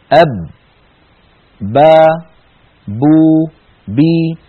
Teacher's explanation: كذلك الباء شديدة لأنها من حروف أجد قط بكت، فالباء العربية ينحبس النفس عندها وينحبس الصوت عندها